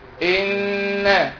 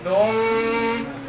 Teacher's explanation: ان، عشان عليها شده، النون اللي عليها شده بقف عليها شويه · Term: غنه